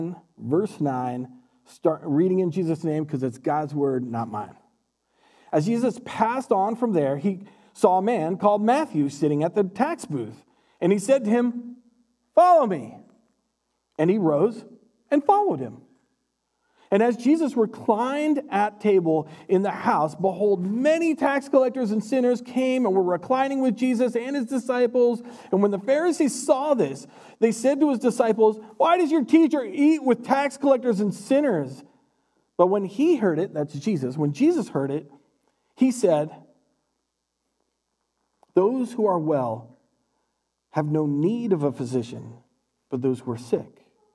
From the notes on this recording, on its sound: Recorded live at Word of Life Church in Le Sueur, Minnesota on April 25th, 2021. Powered by Restream - (Bensound Royality Free background music).